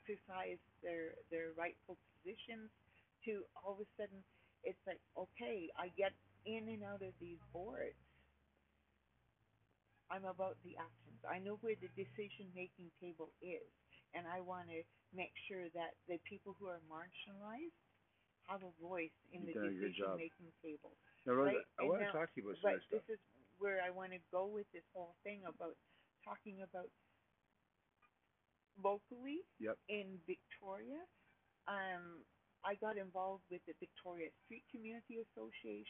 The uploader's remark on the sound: Please forgive the audio I’m still learning